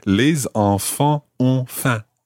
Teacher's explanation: There are actually three different nasal sounds in there.